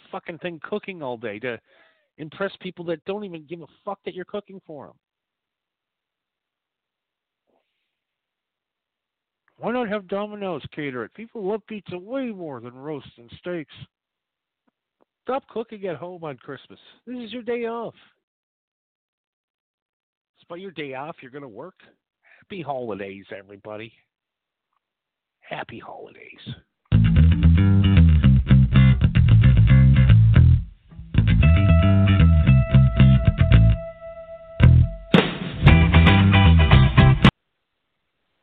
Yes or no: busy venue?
no